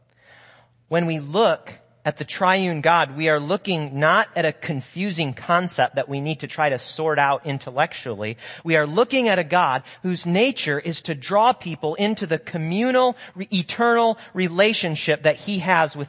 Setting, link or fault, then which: setting, large echoing room